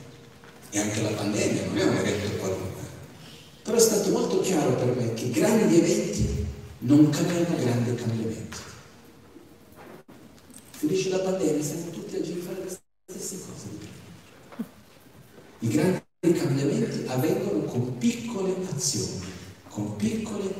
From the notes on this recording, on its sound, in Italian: Teatro Maggiore Verbania. Nell'ambito del Cross Festival 2020 di Verbania. Presso il teatro Maggiore con una conferenza.